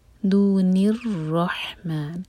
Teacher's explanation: را ہیوی اور ہا حلق سے. ما ہم چار حرکہ لمبا کریں گے اور نون کو ساگن کریں گے، کیونکہ یہاں پر رک رہے ہیں، تو میں چار حرکا لمبا ہوگا.